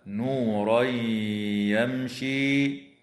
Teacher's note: ويدغم في الياء مع الغنة في قوله تعالى: نورا يمشي · Term: الإدغام مع الغنة